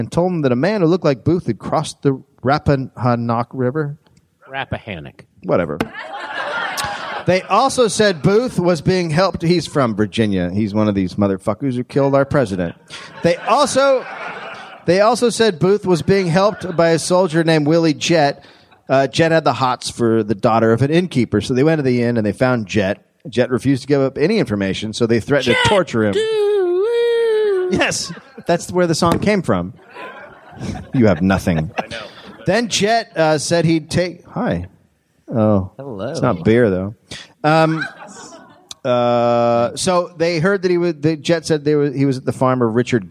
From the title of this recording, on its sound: Live